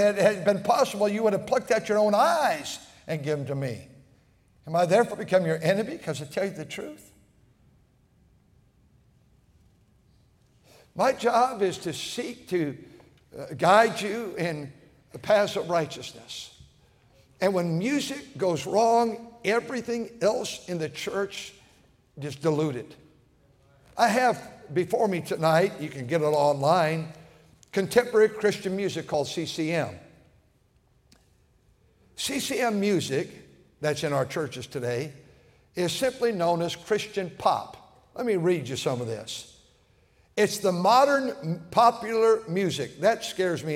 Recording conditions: large echoing room